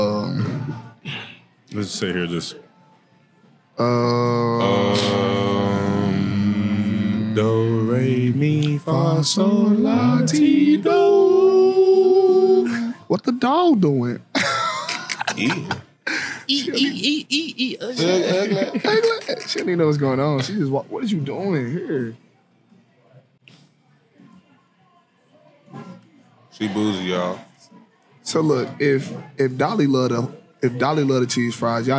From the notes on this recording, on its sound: Recorded at Eskimo Joe's on Tuesday, December 19, 2023.